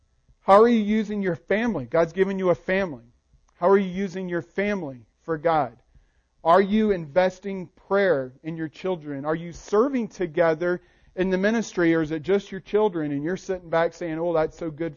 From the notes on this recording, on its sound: Recording of the sermon